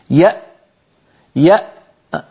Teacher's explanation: مهما ضغط الإنسان فإن الوترين الصوتيين قد انقفلا تماما · Term: الهمزة